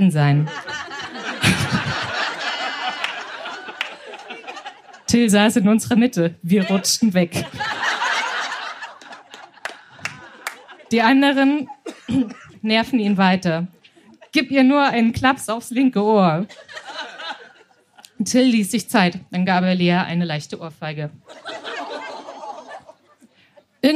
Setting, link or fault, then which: setting, live audience